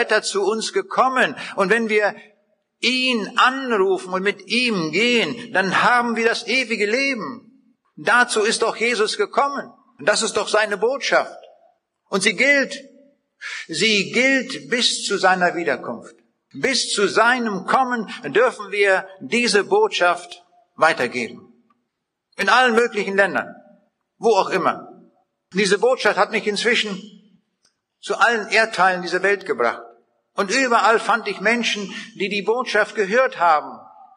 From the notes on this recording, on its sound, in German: Vortrag, den er 2006 in der Seidenstickerhalle in Bielefeld gehalten hat